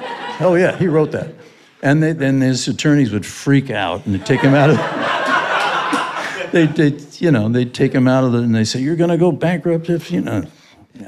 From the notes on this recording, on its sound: I did this interview LIVE in New York.